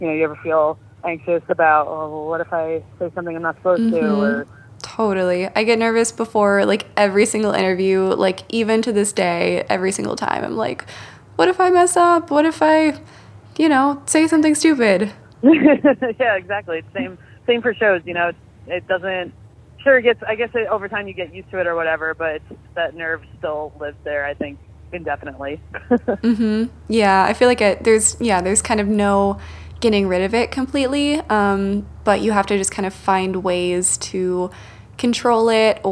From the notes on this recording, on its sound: talked over the phone